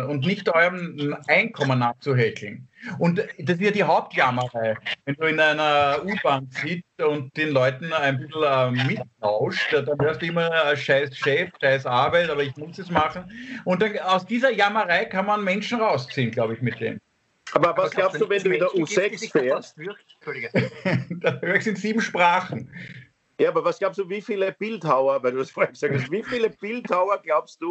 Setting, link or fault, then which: link, video call